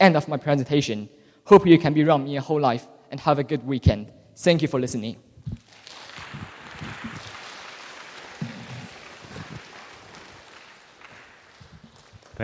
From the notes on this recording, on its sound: The new WellingTEN assembly performances recorded in the theater on the 22nd of October 2021.